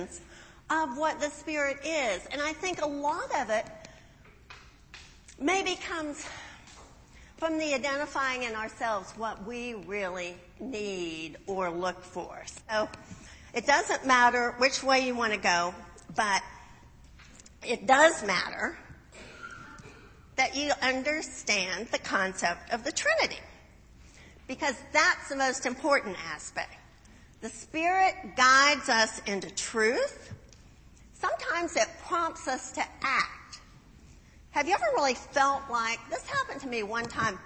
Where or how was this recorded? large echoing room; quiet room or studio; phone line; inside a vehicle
large echoing room